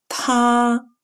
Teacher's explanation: похож на русский «т», но произносится с придыханием.